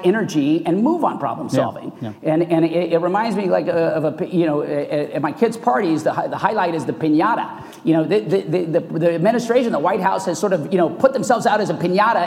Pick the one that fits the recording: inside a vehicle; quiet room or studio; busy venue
busy venue